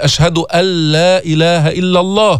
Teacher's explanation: فتدغم النون في اللام · Term: إدغام كامل